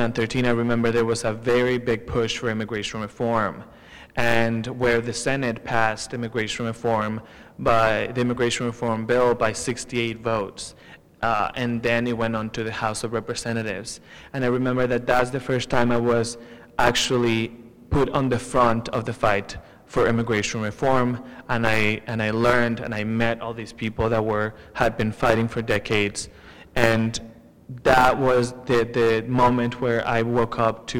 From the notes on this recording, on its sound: This is a special feature of the panel “Journeys Home: Perspectives on Immigration”, recorded on Wednesday, June 7th at Heritage State Park Visitors Center.